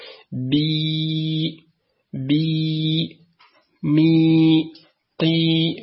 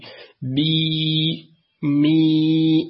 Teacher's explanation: هناك ارتفاع لوسط اللسان مع انخفاض للفك السفلي · Term: ياء مادية